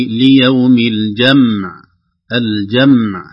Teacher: على سبيل المثال، لو وقفنا على قوله عز وجل يوم يجمعكم ليوم الجمع، وهي عليها علامة وقف وإن كان الوصل أولى، لكن لو وقفنا كما وقفت أنا ينبغي علينا أن نحذر من قلقلة الميم بسبب تتابع سكونين الميم والعين. فالبعض يقول الجمع، الصحيح يوم ليوم الجمع، الجمع هكذا بسكون الميم وسكون العين.